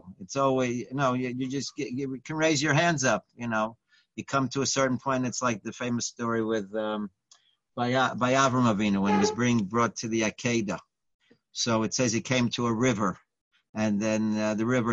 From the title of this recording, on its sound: Live On Zoom